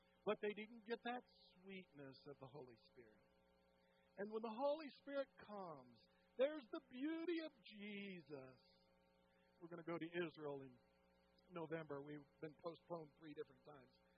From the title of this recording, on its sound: Woodland Life Church Live